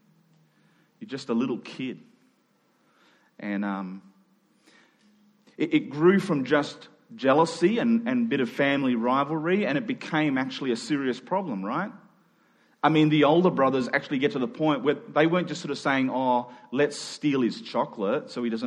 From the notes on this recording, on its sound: Following the national health advice, we met in two small gatherings; this recording was made in our second service during the afternoon.